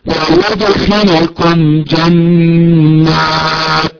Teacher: فيدخلكم تكمل الإظهار الشفوي فلا تزيد في غنتها لا تزيد في غنة الميم